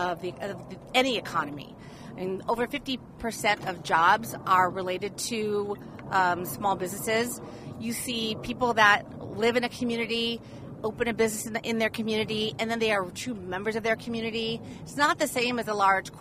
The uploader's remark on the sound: We're on location at Tempe Town Lake!